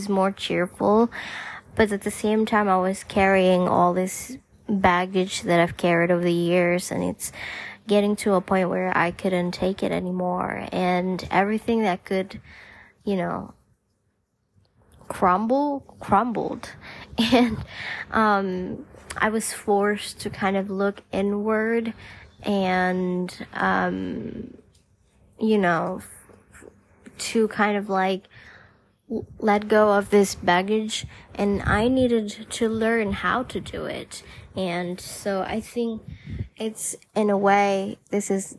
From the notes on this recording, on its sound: Just a lil personal voice memo